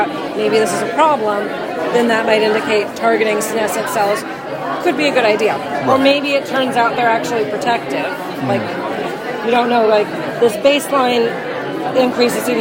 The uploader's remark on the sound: recorded during IDS Paris 2023